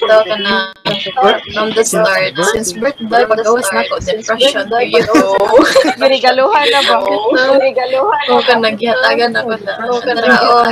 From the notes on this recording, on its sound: There is a technical problem and we are sorry for the echoes and feedbacks within the video.